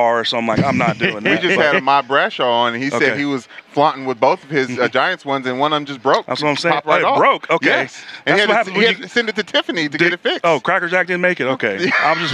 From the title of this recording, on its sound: LIVE from Radio Row